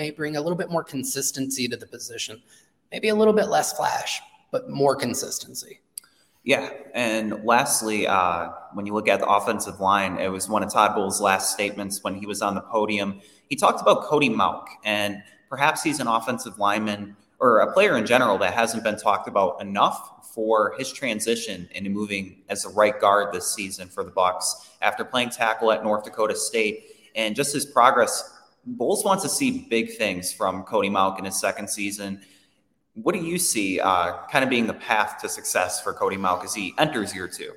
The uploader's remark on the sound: Pewter Report is live from Indianapolis for the 2024 NFL Combine.